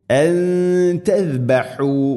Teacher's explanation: സാക്കിനായ നൂന് ശേഷം ത വന്നാൽ നൂനിനെ അവ്യക്തമാക്കി മണിക്കണം. അൻ തസ്ബഹു, ഇഖ്ഫാ ബിഗുന്ന.